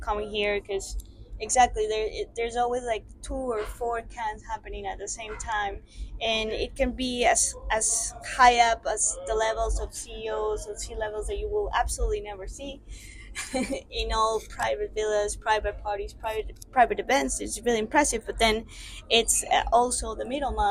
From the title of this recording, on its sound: Live in Cannes Lions Festival 2023